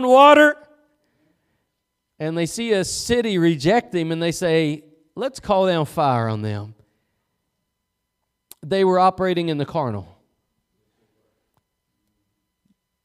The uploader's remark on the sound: Preached at Gospel Lighthouse in Bossier City, La.